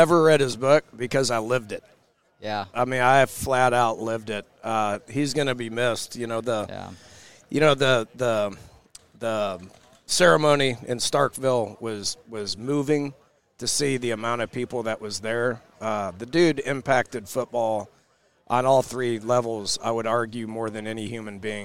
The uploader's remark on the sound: from Big 12 media days at AT&T Stadium in Arlington, TX